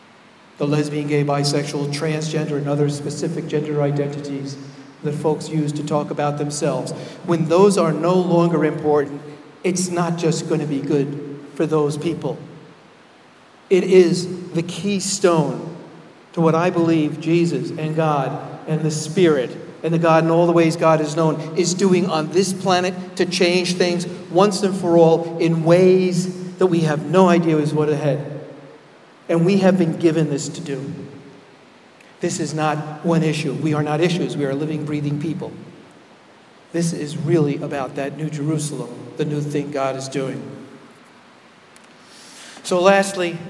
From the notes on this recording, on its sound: Keynote Address at MLP Conference, Rochester, NY.